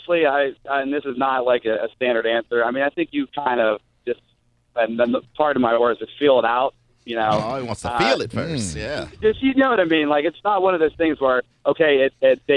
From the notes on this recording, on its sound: A guy called.